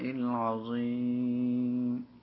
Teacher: كأني سمعت كلمة العظيم قريبة من حرف الزاي